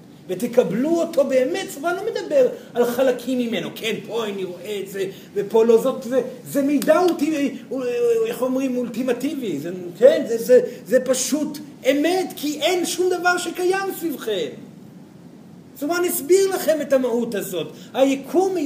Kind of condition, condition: setting, live audience